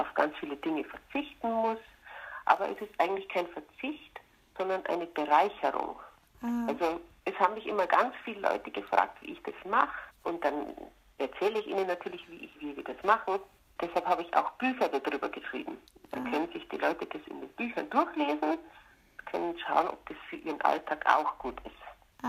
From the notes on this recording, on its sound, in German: Per Telefon interviewen.